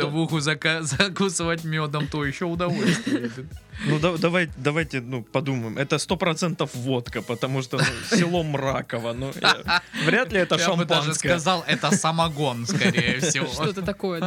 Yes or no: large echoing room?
no